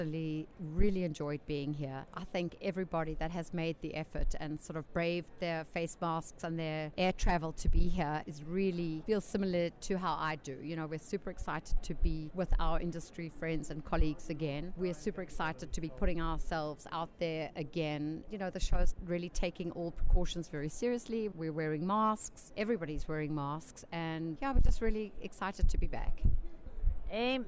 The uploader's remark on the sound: You’ll also hear some attendee interviews and presentation clips, all recorded live from the show floor. This section begins with a talk recorded live at the Gems Pavilion. He’s amazed by the large crowds.